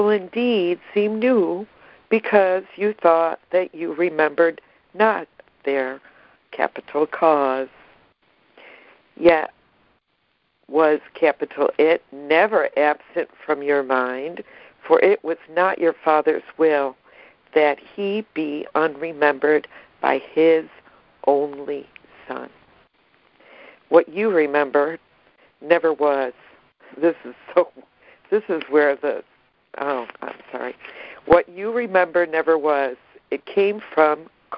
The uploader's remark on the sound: ACIM Daily Conference Call